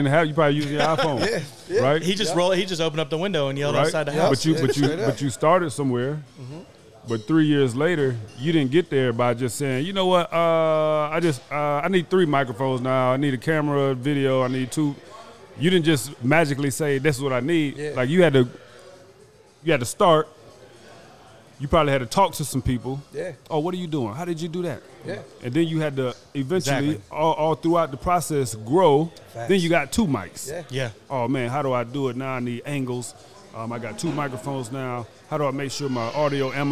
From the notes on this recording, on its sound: LIVE from Bar Code Burgers in Las Vegas